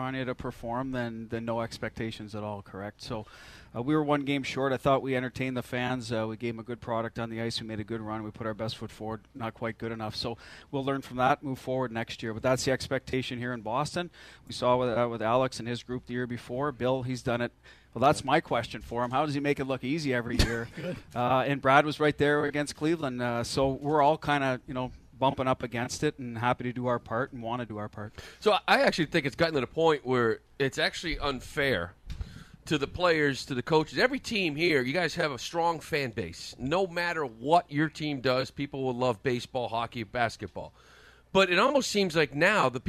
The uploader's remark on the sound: As part of the WEEI/NESN Jimmy Fund Radio Telethon. Live at Fenway Park.